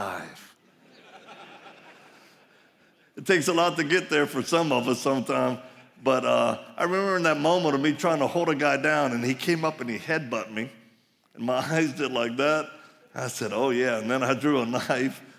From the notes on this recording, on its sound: live message from the Ignite Conference